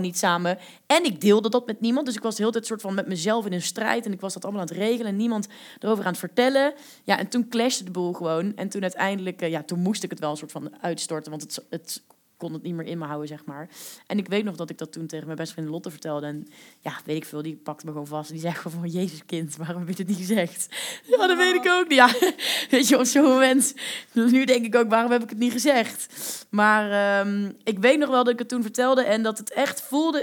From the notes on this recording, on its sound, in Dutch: Tijdens een live opname in de Lindenberg